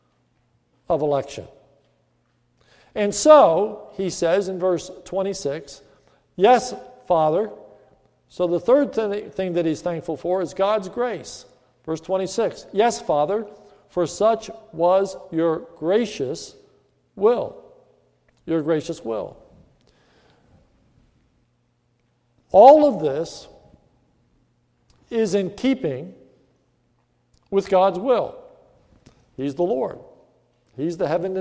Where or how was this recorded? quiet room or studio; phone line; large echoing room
large echoing room